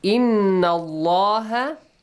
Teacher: So, إِنَّ اللَّهَ Inna nun mushaddad. Allah has a heavy sound, the letter lam, because there is a fatha before.